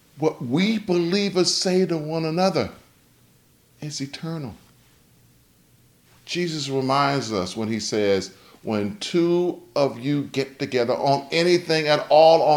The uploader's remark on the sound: delivered on September 5th, 2021, for Homecoming at Wesley Chapel African Methodist Episcopal Church